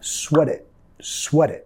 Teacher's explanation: tenemos que vincular sweat it, porque suena casi como una palabra